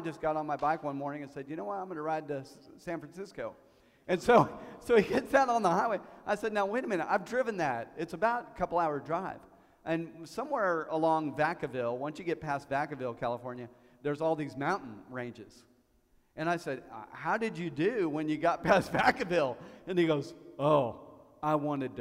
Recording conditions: large echoing room